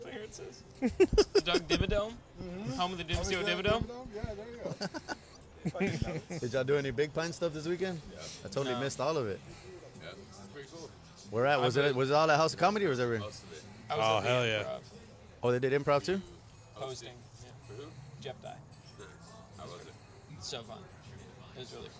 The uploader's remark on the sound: At the Woodshed (RIP). Before the show/mic I go live on location with a podcast barrage of local comics across the Valley of the Sun AND BEYOND (when I do road gigs!).